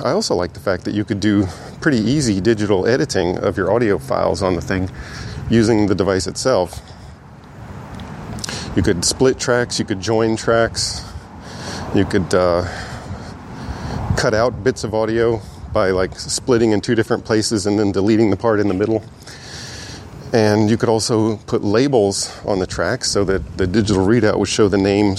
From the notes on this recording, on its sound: This is a walking-and-talking response. The Sony Model ECM-MS957 (1996) Electret Condenser Middle-Side Stereo Microphone.